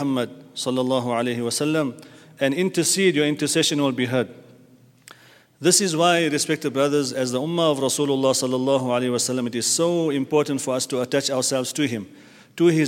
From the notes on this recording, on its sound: at the Houghton Masjid (West Street)